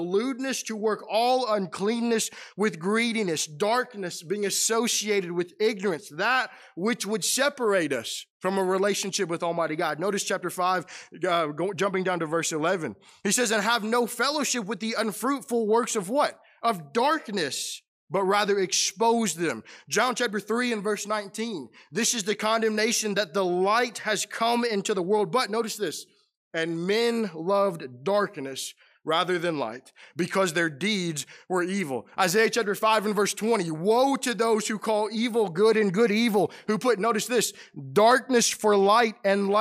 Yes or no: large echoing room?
yes